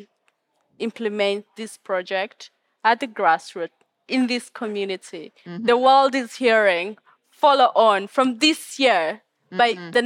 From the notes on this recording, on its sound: This Nordic Talks episode is the second of five special podcast episodes, recorded at COP28 in Dubai.